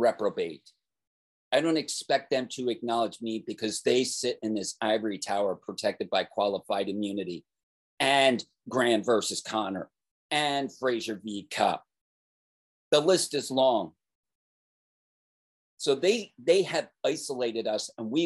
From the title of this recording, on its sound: Zoom rant being shared here.